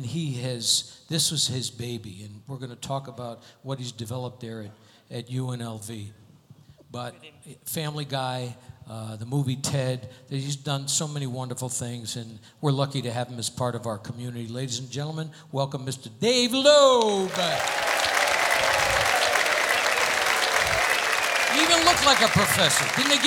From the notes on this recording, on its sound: Live at the SouthPoint Casino